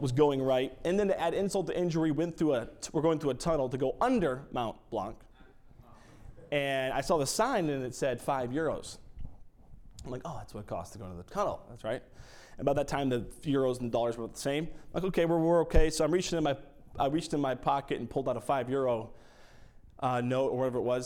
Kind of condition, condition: setting, large echoing room